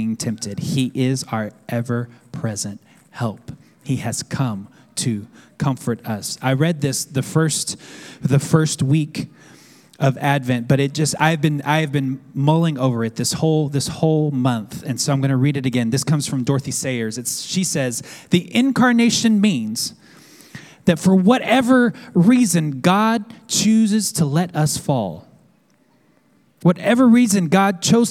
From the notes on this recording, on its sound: at our Downtown Manhattan Community on Sunday, December 22nd